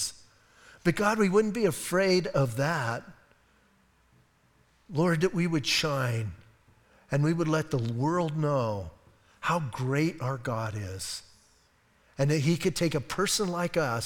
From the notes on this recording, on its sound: Audio messages from Calvary Chapel in Sierra Vista